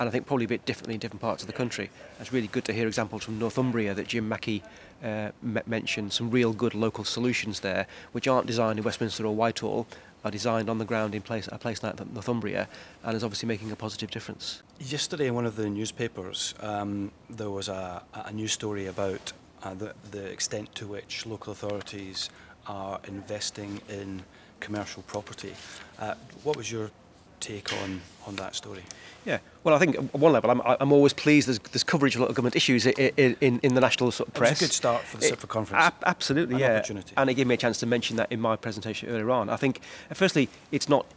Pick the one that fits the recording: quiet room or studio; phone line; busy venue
busy venue